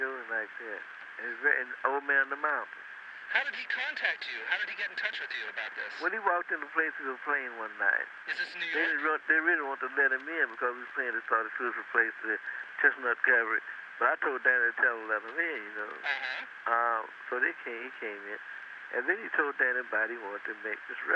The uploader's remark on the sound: September 1985 phone call